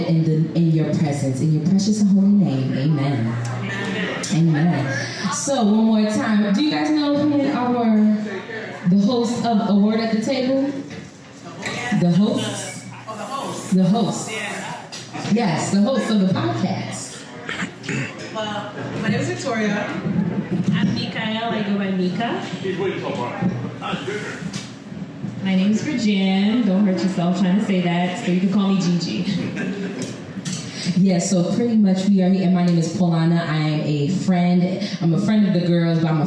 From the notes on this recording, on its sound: This week's episode is a recording from our season 2 launch party.